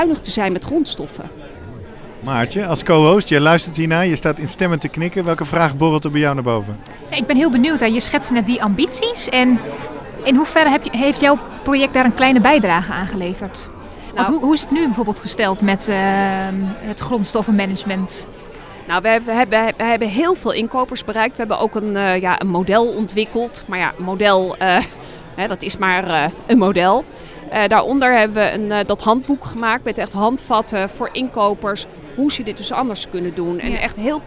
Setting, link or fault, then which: setting, busy venue